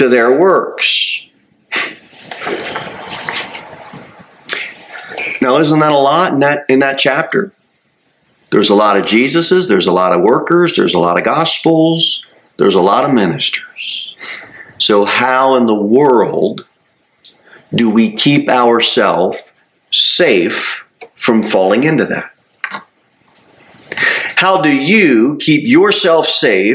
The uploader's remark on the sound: Sermon delivered at Pilgrim Baptist Church on Thursday, November 16, 2023, at 6-15 pm. Cookeville, TN 38501.